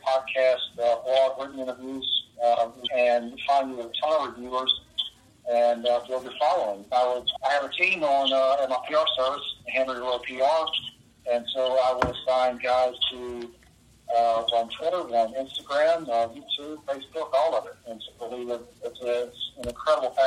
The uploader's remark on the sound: On the phone means this recording has a lower audio quality. Trust us, it’s worth the glitches and volume shifts.